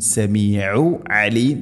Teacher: سميع عليم، രണ്ടും ആയിനിൻ്റെ ഉച്ചാരണം ശ്രദ്ധിക്കണം, തൊണ്ടയുടെ മധ്യഭാഗം. സമീ ഉൽ അലീം എന്നല്ല പറയേണ്ടത്, السميع وهو السميع العليم.